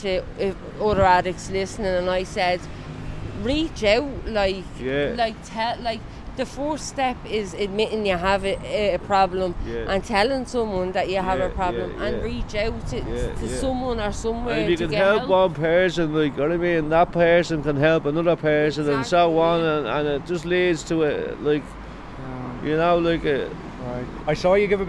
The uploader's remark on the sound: The Criminal Courts in Dublin City Centre. Chats to people outside the Criminal Courts in Dublin's City Centre.